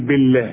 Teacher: مدام البه مكسورة بنرقق لفظ الجلالة